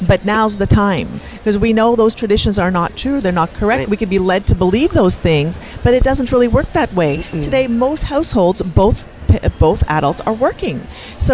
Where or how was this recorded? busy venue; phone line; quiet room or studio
busy venue